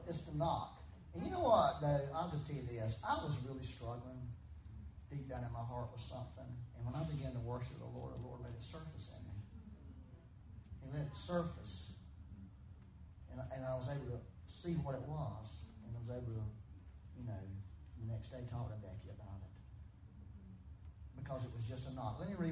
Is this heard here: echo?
yes